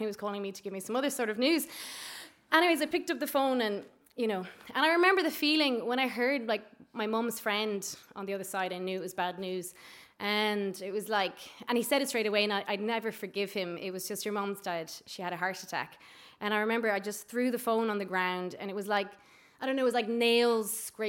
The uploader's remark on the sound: Three personal true stories recorded at our monthly open mic storytelling night here in Dublin.